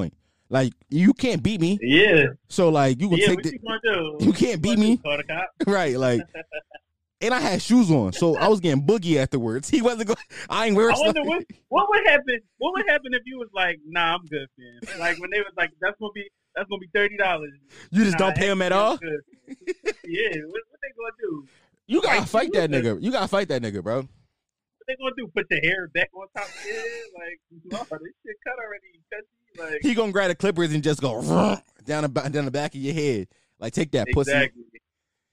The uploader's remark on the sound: I called my friends on the phone